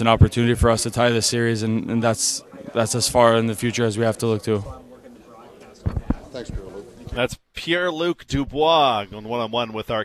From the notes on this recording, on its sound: Live from Canada Life Centre, ahead of Game 4 between the Jets and the Golden Knights.